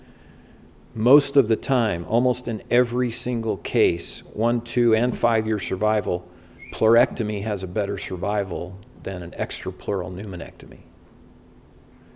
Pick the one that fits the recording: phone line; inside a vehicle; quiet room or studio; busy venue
busy venue